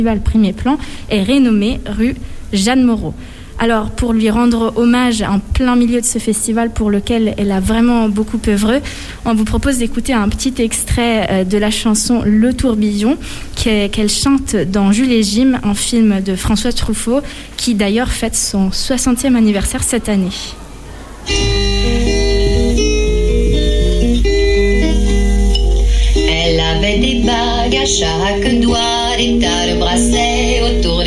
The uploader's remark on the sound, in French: Emission exceptionnelle de Topette en direct du Centre des Congrès ! A l'occasion de la 34ème édition du festival Premiers Plans.